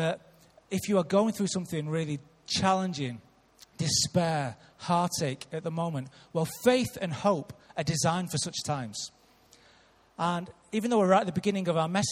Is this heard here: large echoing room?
yes